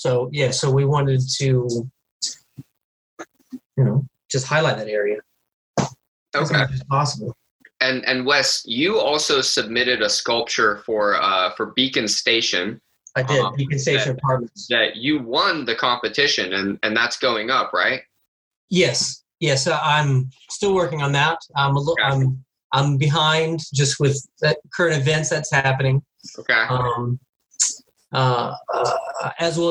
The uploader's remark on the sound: This episode is our last Zoom record, and we are excited to come to you from the studio next week!